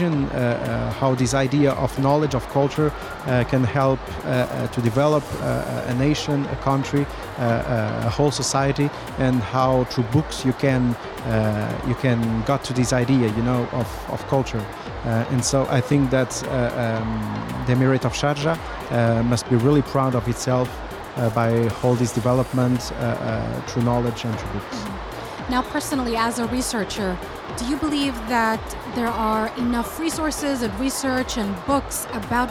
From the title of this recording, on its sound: Live from SIBF 2023